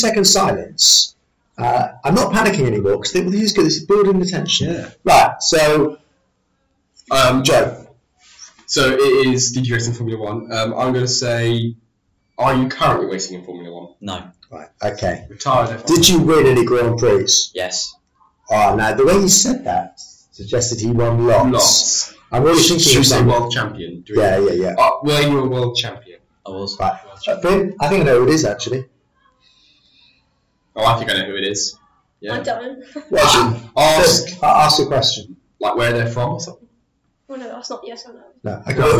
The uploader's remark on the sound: After a few technical difficulties over the last few weeks, we are back on air as a podcast and radio show, apologies for the poor sound quality, but it's better than no show at all!